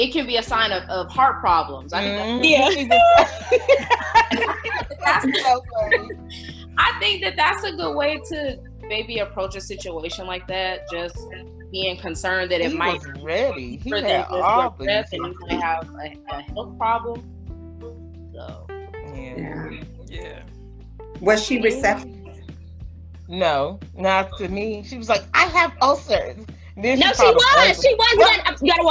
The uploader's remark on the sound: Melanin Matters Zoom Episode